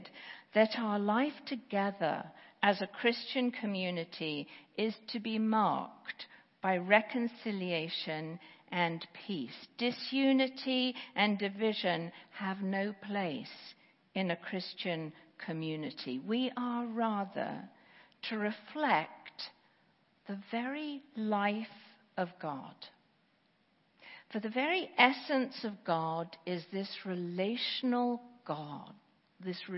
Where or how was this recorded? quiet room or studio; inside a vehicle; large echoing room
large echoing room